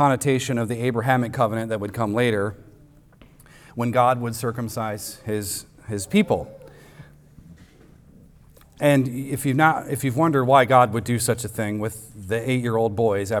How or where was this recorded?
large echoing room